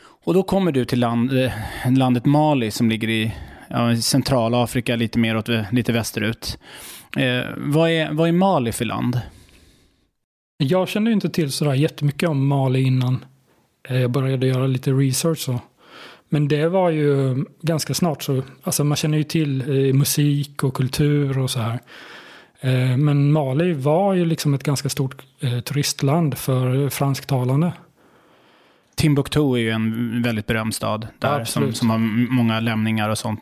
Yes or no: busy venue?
no